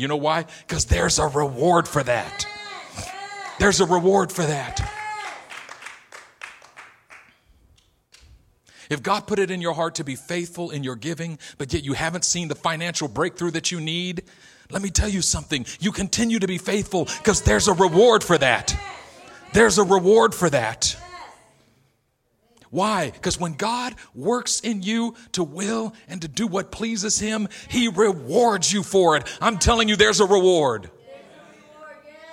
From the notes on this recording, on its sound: A message delivered in our El Cerrito campus